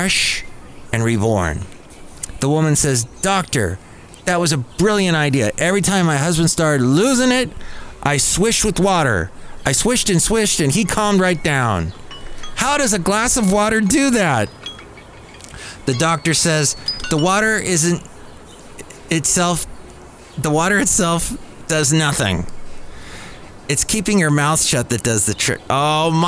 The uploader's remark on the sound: podcasts live from Café Anyway